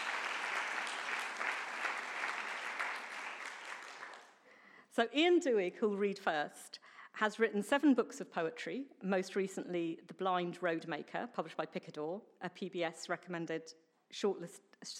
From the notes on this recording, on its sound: A live recording of the National Poetry Competition 40th Anniversary Readings at Kings Place, held on 20th March 2019